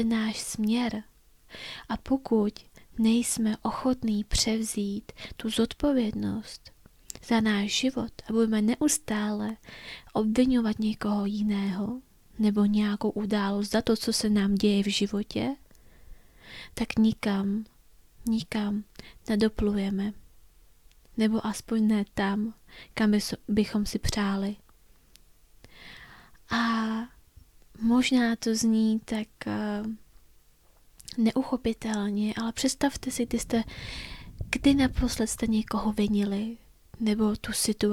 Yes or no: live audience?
no